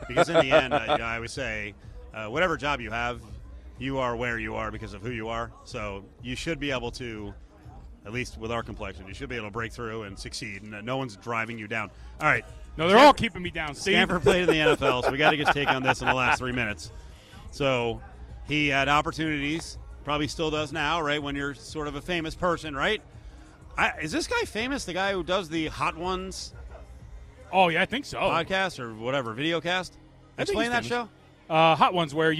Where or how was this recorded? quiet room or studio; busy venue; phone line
busy venue